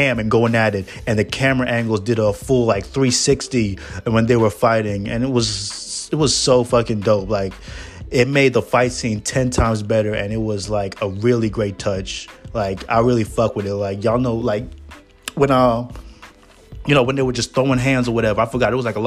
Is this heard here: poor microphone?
no